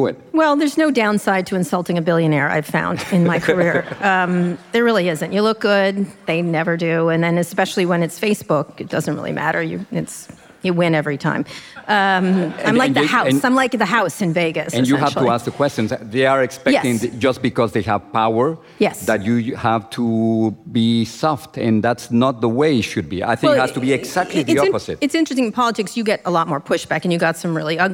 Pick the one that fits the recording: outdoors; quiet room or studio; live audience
live audience